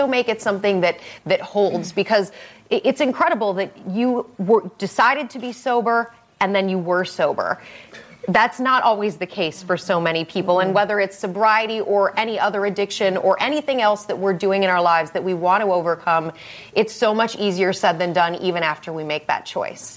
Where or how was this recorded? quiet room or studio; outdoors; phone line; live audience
live audience